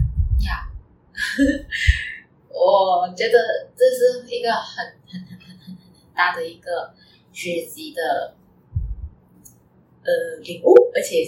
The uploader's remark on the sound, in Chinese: 真的很抱歉第一次的录音没有呈现最完美的状态，杂音的部分请多多包涵！